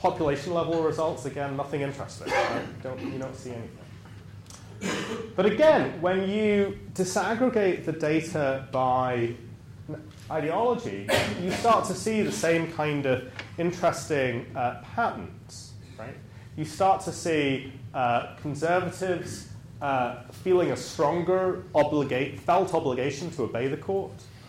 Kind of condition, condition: setting, live audience